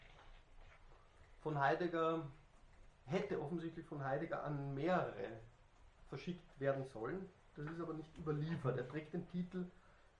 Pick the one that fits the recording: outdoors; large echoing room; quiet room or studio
large echoing room